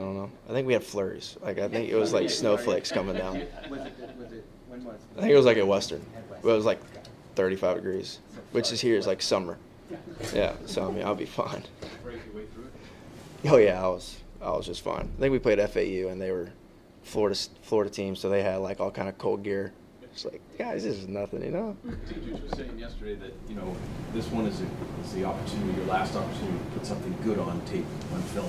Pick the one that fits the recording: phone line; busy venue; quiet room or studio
busy venue